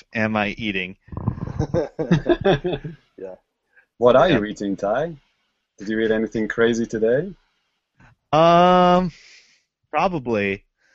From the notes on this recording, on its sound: Recorded LIVE via Google Hangouts on Air